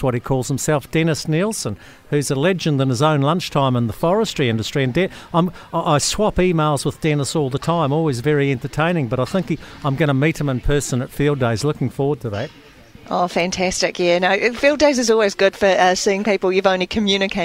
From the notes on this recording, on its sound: Sets the scene from Fieldays at Mystery Creek.